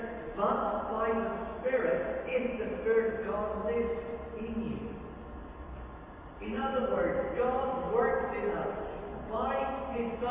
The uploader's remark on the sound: Very Poor Audio